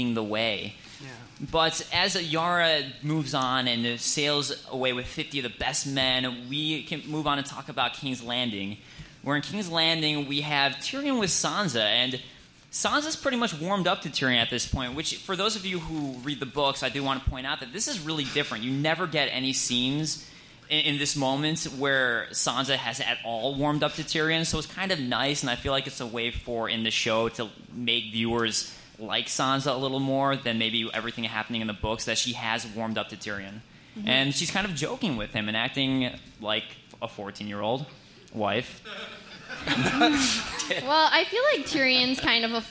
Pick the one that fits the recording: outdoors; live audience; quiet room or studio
live audience